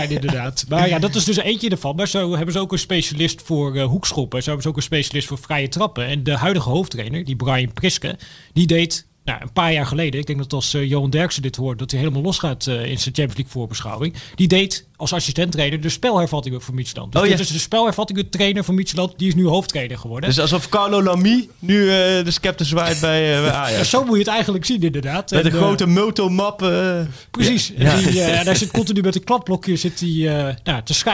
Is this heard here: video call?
no